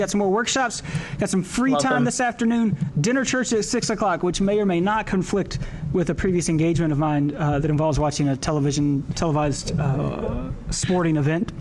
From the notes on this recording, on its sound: Live from Chicago and the 2016 Lutheran Student Movement National Gathering